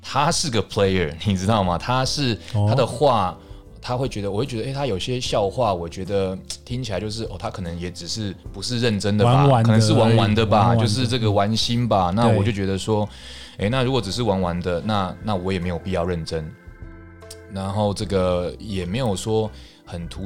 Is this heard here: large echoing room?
no